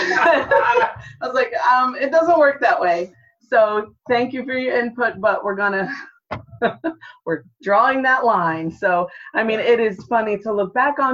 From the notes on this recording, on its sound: This special episode of the Springs in the Desert Podcast was recorded as part of our Advent virtual mini-retreat. Several members of our team got together to talk about their experiences.